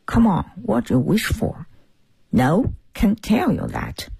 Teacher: 那种浅浅的沙哑，像是带着气泡音在讲英语的感觉